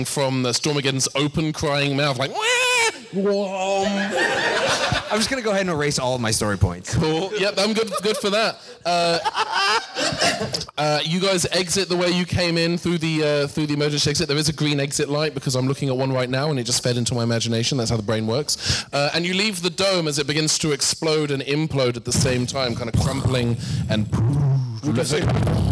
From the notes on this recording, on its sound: Recorded at The 31 Flavours of Gallifrey One in February 2020